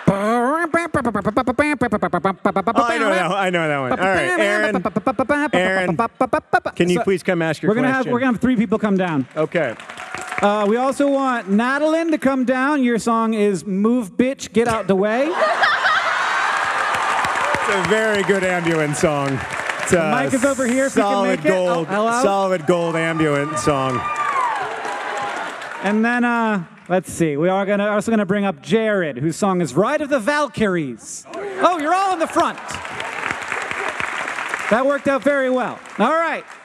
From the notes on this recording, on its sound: Live from Madison, WI!